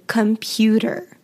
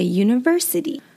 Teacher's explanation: when you say water, you notice that your tongue is flapping at the top of your mouth · Term: T flap sound